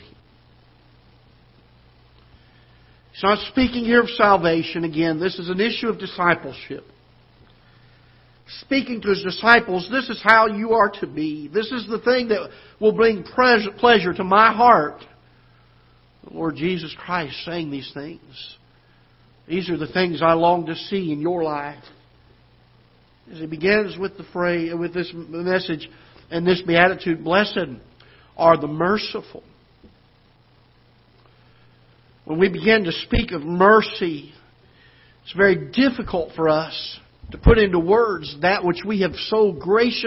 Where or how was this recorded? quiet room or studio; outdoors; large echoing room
large echoing room